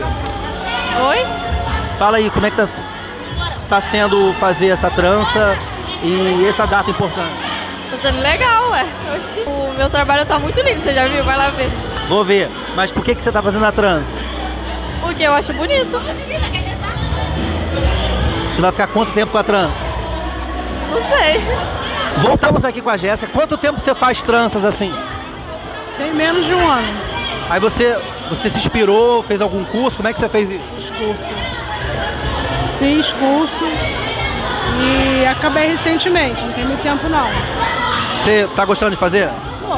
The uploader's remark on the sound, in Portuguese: AO VIVO DO PROJETO CONSCIÊNCIA NEGRA